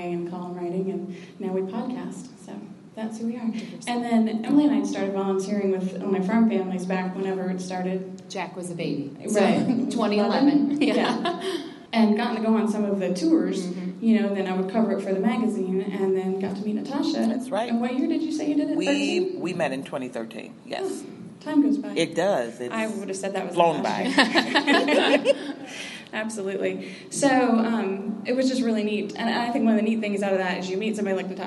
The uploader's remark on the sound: we're doing it live from the Women in Ag conference